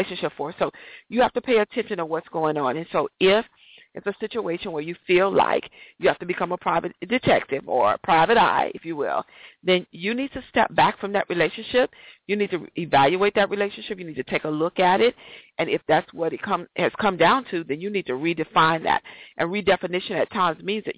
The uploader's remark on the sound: A special 15 minutes show for the Got To Get Myself Together 2014 Teleconference